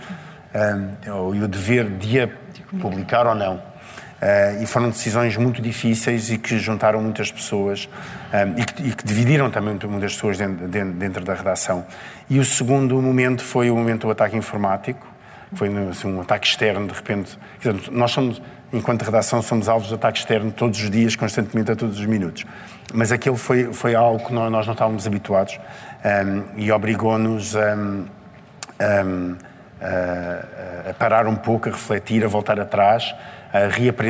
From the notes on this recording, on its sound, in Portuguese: Episódio especial ao vivo. Gravado ao vivo no lançamento da 20ª edição do prémio Primus Inter Pares.